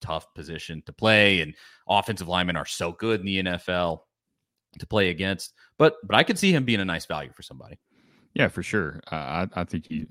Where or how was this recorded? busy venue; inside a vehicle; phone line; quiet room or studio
quiet room or studio